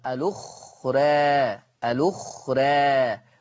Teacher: أما المقلل قولا واحدا فلفظ الأخرى الأخرى، مقلل قولا واحدا لأن الراء جاء بعدها ألف متطرفة